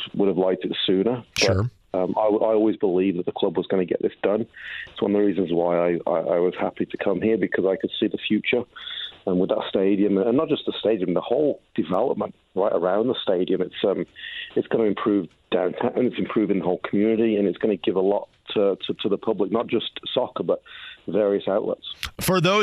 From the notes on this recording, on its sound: taking a phone call